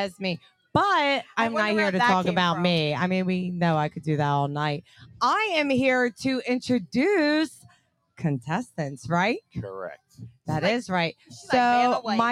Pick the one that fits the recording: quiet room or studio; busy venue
busy venue